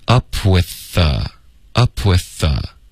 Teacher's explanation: with 的这个 th 的音跟 the 的这个 th 的音，我们就发一个 the 就够了